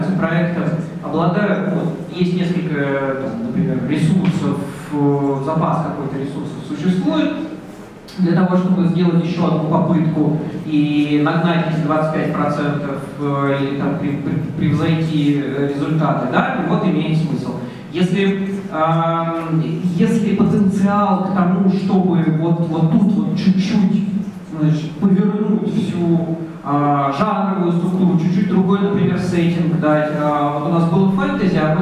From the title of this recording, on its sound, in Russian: GameDev митап F2022 в Тбилиси 22.12.2022